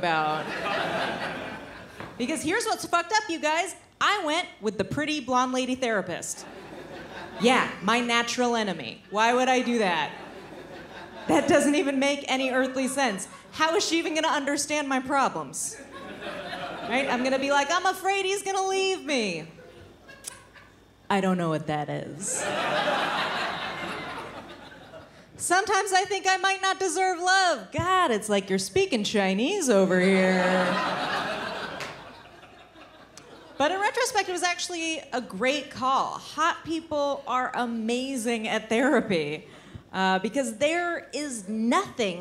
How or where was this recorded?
live audience